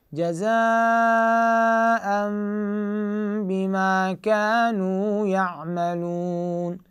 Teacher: هذا التنوين نقلبها إلى ميم مع إخفاء شفوي للميم. نتذكر ميم الساكنة إذا التقت مع الباء إخفاء شفوي. · Term: الإقلاب